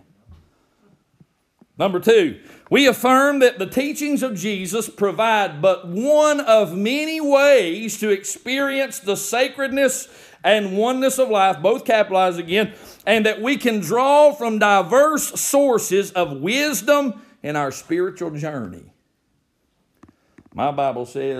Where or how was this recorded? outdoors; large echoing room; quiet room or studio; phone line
large echoing room